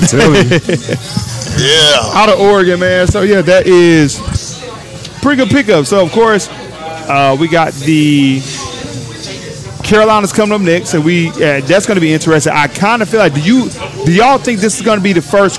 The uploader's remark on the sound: Live from TJ's Catfish & Wings in Arlington, TX.